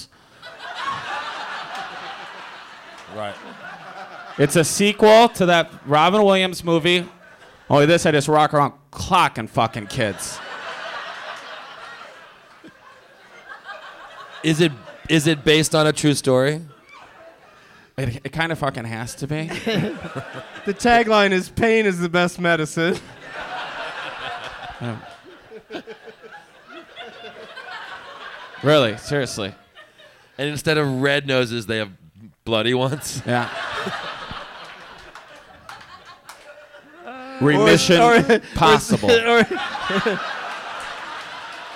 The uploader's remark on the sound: Live from Helium Comedy Club in Philadelphia